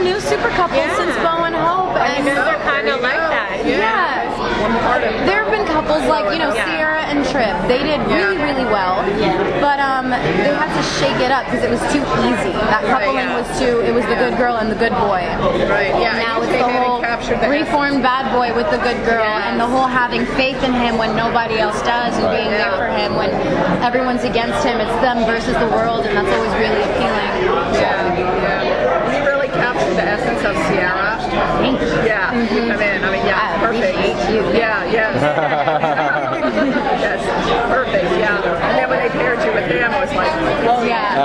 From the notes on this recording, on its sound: At the Day of Days event.